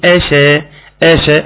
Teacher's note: ترقيق الهمز مهم قوي ثم ترقيق الشين